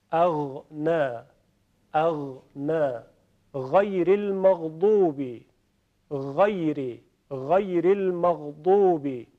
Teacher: حرف غین در ابتدای حلق یا در ادنى الحلق تلفظ میشه. اگر بخوایم روی این تصویر نشون بدیم، در این قسمت جداره گلو یعنی جداره حلق شروع میکنه به لرزش و حرف غین رو ایجاد میکنه.